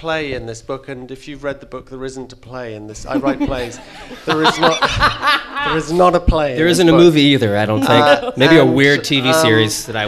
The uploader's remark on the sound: LIVE from Skylight Books in Los Angeles.